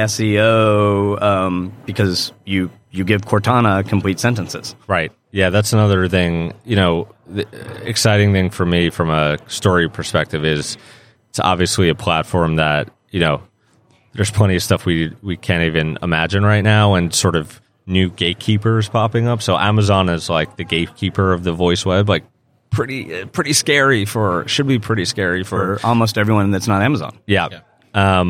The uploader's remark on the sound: interview live from the NRF Big Show